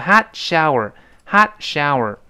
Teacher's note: a hotshower，这个 hot 美式发音，英国人就 halt，美国用 o 变成 a，变成 hat。最后那个 t，失去爆破了，变成 hotshower